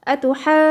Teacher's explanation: عملت النبر بس على الجيم عشان اوضح انها مشددة، واوضح ان انا سبب المد ده ان التقاء ساكنين، ان في واحد حرف مشدد جاي بعدها.